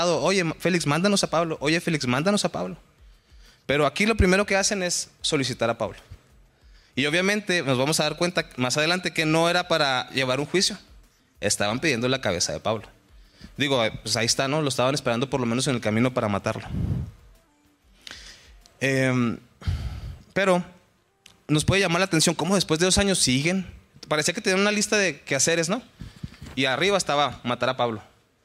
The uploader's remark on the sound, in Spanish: Estudio del libro de Hechos en la iglesia de Capilla Calvario Chihuahua.